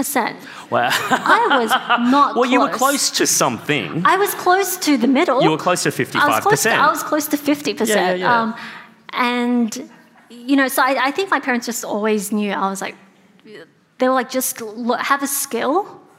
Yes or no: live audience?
yes